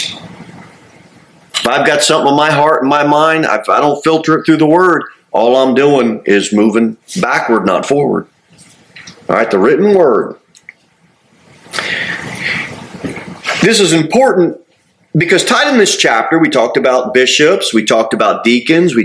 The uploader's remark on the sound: Sermon delivered at Pilgrim Baptist Church on Thursday, September 28, 2023, at 6-15 pm. Jere Whitson Rd. Cookeville, TN 38501.